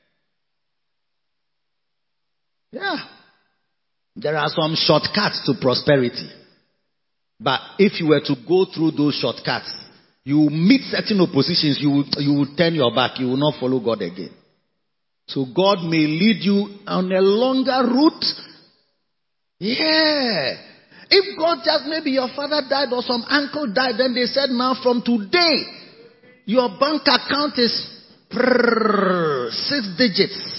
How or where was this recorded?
large echoing room